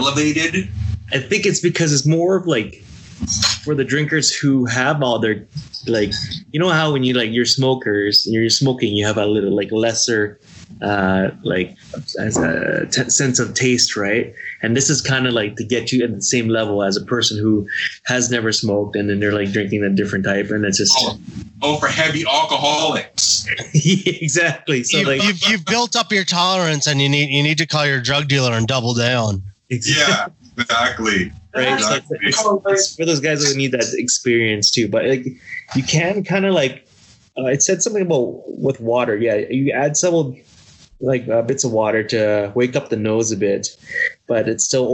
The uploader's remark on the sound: My friends and I set up a Skype call to blind taste test four bourbons! The audio quality is not the best.